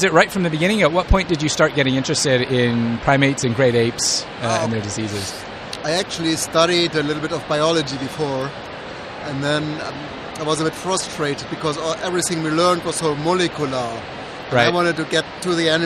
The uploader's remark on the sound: The conference was held at Navy Pier in Chicago, USA. On Location at IPS 2016.